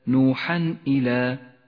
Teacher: حكم الإظهار في قوله تعالى ولقد أرسلنا نوحا إلى نوحا إلى، التنوين وبعده الهمزة حرف إظهار، يظهر التنوين من غير غنة أو تشديد